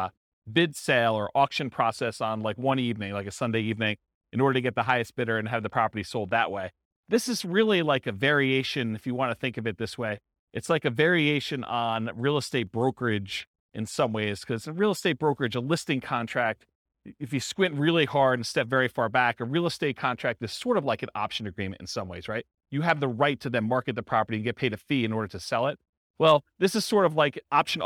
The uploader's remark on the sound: This was a live class recorded